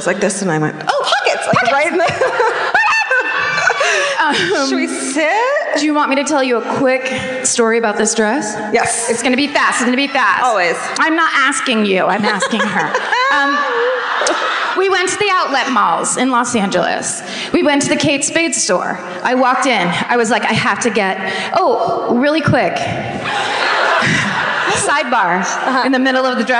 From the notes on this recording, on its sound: Live At The Fox Theater. Onstage in Oakland.